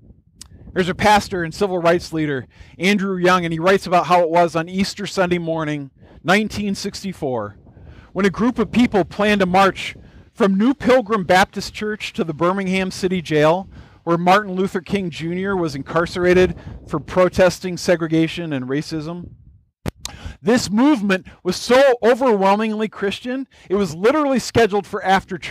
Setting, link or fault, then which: setting, outdoors